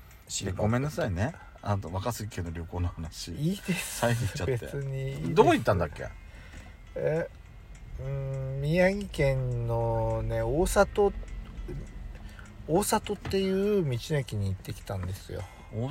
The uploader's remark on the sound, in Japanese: パーキング収録